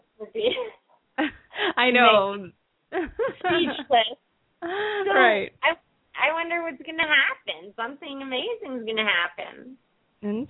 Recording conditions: phone line